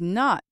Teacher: you just heard me add stress to the word not to help make that message clear. When we talk about stress in spoken language, we are talking about saying something louder and holding the sound a little longer.